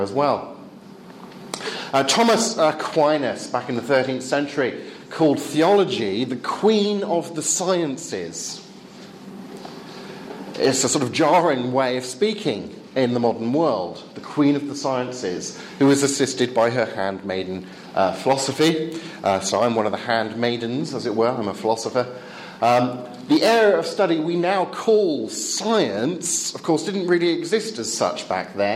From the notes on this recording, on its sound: Talk on scientism and religious knowledge delivered at the 2014 European Leadership Forum.